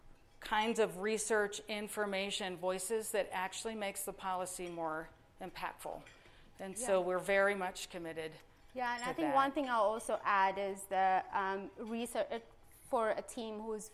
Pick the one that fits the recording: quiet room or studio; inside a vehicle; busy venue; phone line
busy venue